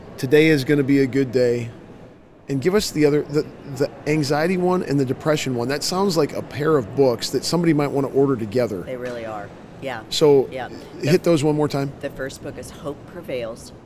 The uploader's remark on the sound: LIVE from CPE 2022!